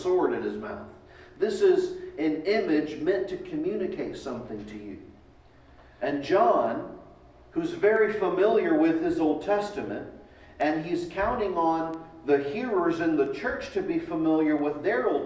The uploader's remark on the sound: Delivered at East Eleventh Street Baptist Church, January 10, 2021